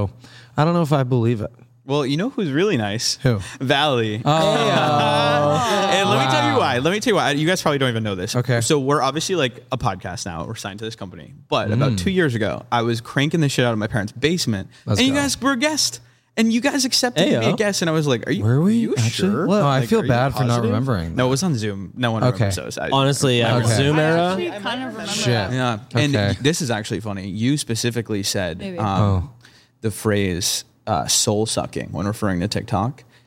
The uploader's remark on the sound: We’re live from Guy Fieri's Tequila Cocina